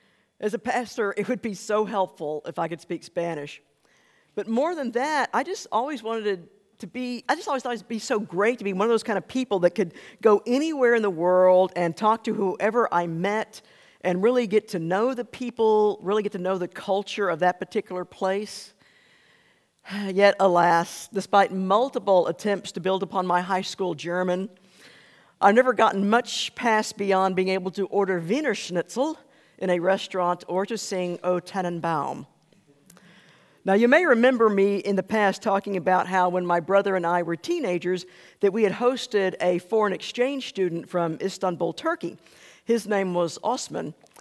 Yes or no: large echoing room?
yes